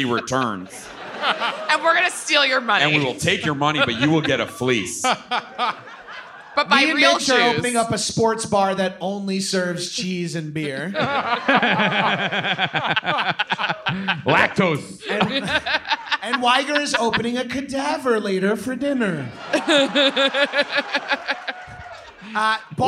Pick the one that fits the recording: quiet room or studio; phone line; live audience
live audience